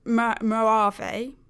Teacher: apparently the J is like an H and there's like a sort of R sound, but it depends on how you hear it.